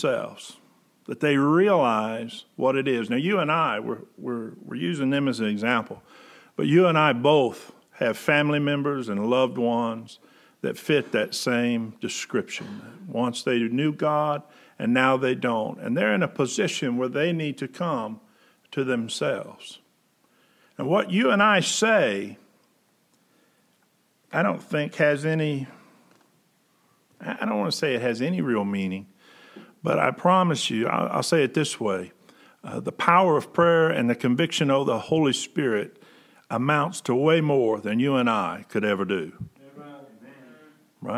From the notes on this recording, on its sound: Preached August 30, 2020 at General Baptist Church God's House of Prayer in Fairborn, Ohio